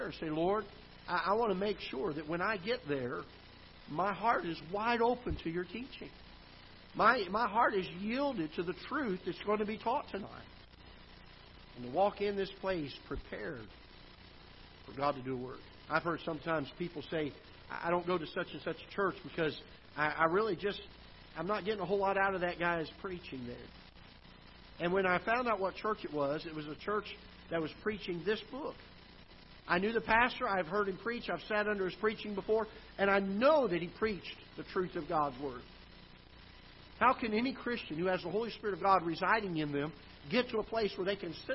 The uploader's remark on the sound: Ketha Heights Baptist Church ~ Live Broadcast